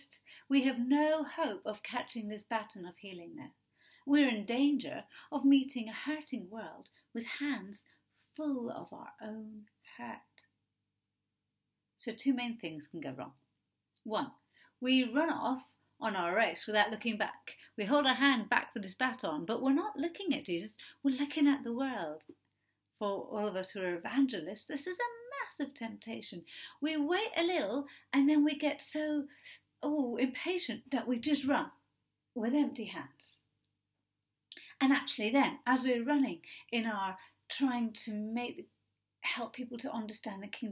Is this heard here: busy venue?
no